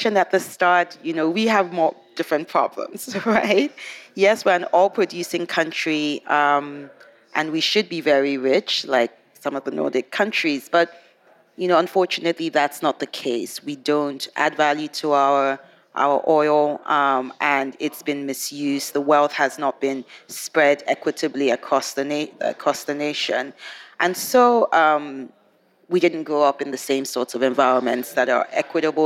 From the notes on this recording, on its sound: This Nordic Talks episode is the last of five special podcast episodes, recorded at COP28 in Dubai.